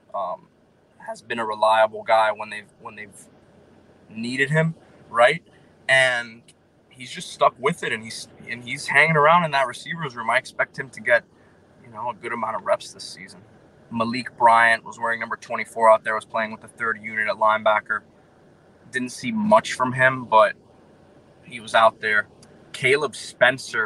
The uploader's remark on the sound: live from the West 12 parking lot at Hard Rock Stadium